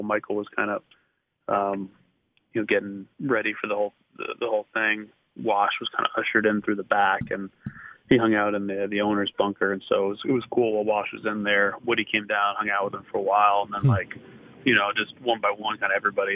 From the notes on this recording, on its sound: called